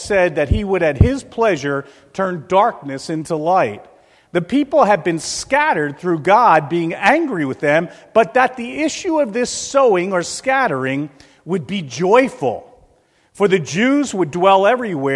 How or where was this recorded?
large echoing room